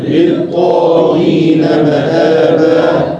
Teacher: خلي بالك شوية من اللام التانية غير منطوقة